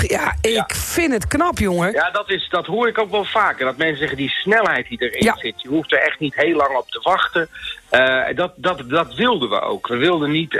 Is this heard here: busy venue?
no